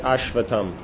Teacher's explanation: So the S becomes an unaspirated T.